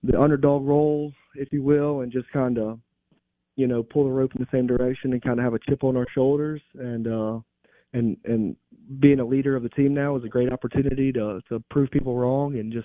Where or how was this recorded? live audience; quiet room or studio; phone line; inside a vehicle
phone line